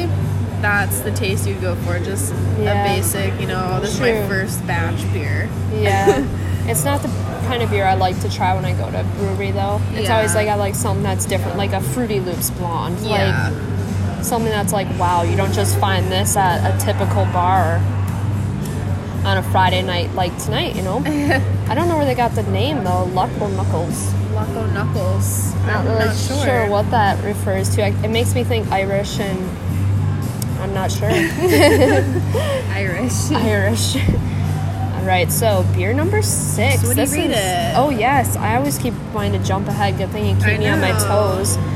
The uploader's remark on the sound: First on site taste testing of in house brewed beers at Devours, Boynton Beach, FL.